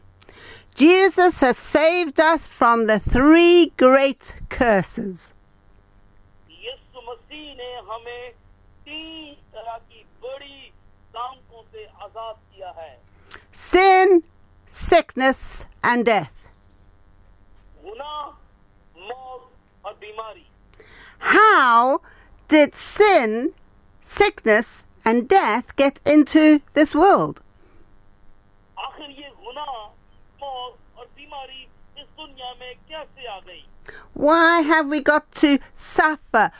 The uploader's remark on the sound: Speaking via phone to group in Pakistan.